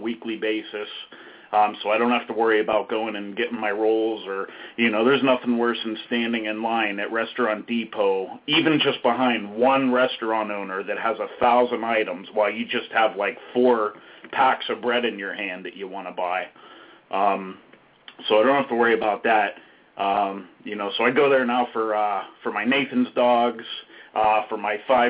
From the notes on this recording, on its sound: Live hot dog vendor and street food vendor call in show.